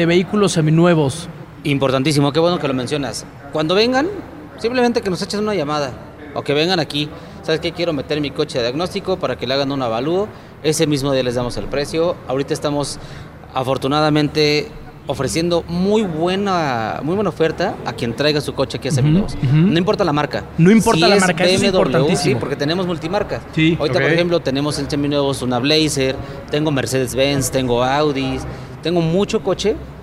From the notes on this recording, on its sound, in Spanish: Hoy en Radar Speed tendremos una edición especial con una transmisión en vivo desde BMW Juriquilla.